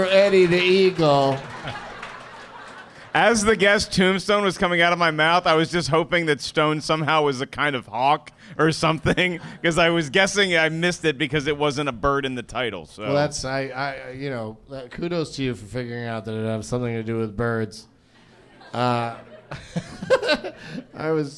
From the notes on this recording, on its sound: Live from the American Comedy Co. In Sweet Home San Diego.